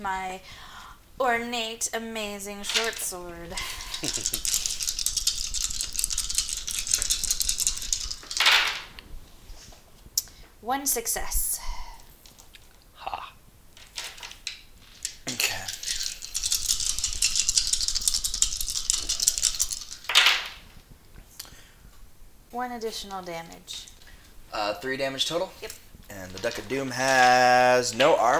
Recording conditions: sounds in the background